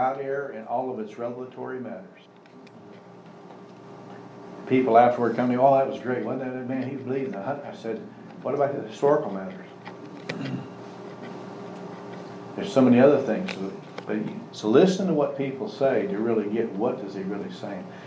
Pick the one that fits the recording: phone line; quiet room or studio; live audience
live audience